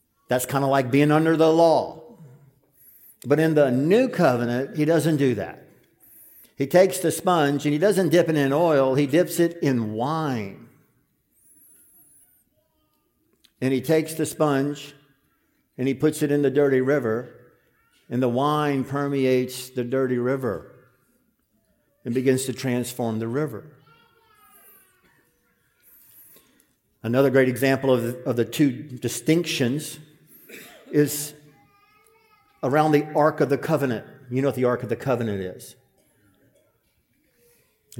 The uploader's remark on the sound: This sermon was preached at the 2023 Fellowship Conference